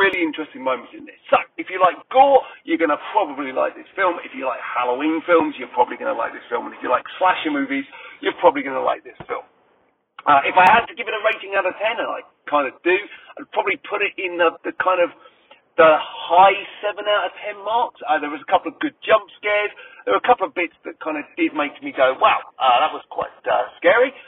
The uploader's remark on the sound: Excuse the sound - it's done in the car!